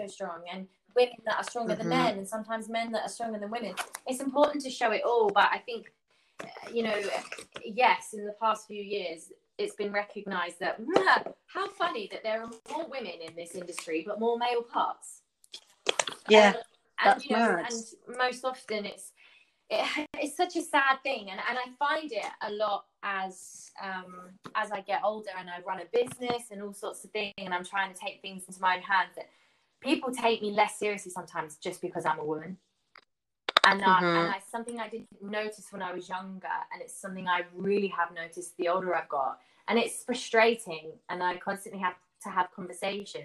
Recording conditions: poor sound quality